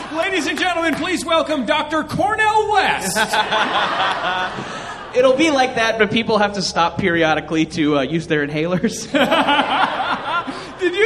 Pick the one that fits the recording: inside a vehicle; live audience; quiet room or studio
live audience